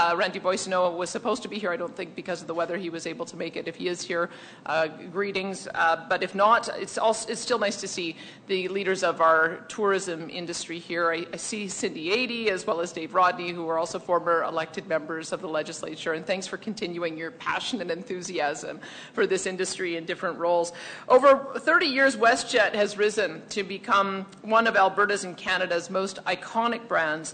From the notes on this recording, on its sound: delivered remarks at a WestJet event